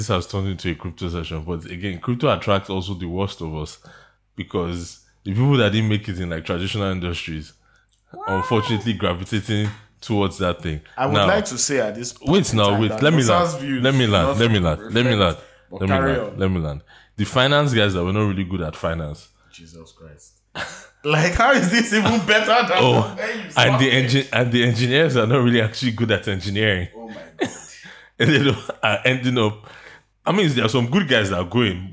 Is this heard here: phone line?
no